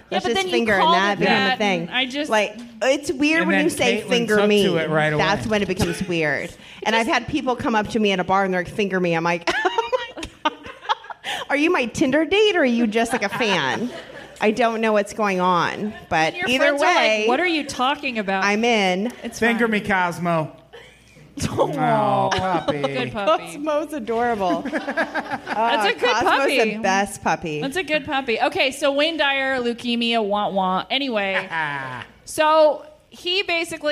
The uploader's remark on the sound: Live At The Hollywood Hotel